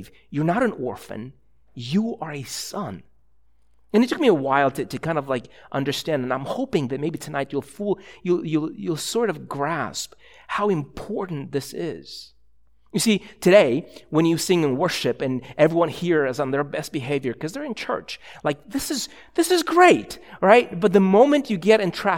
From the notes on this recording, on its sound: a sermon preached at ILOE Church in Bellevue, WA